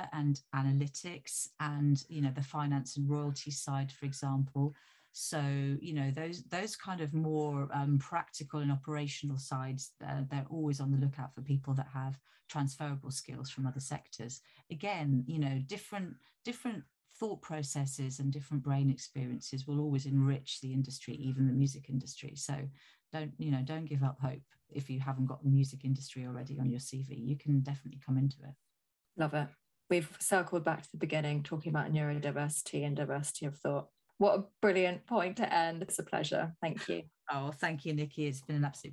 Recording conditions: video call